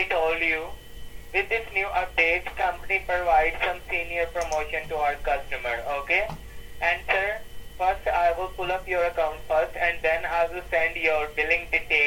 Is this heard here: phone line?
yes